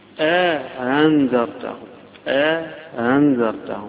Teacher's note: همزة بعدها مدة بعدها همزة مسهلة